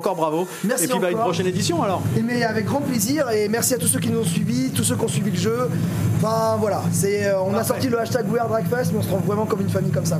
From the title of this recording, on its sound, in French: L'EntrePod se balade au Drakk fest